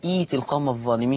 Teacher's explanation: هتبدل الهمزة الثانية ياء